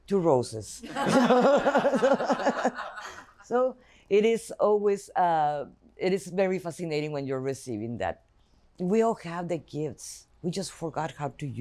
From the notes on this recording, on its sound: This episode was originally recorded in November 2022 for a conference in Blu Talks in Miami, Florida.